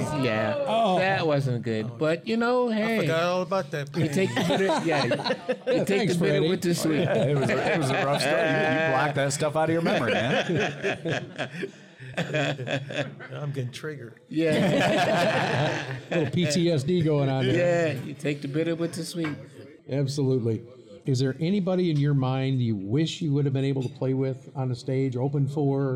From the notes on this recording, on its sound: This very first episode of Time Signatures was recorded live at Moriarty's in Lansing, Michigan.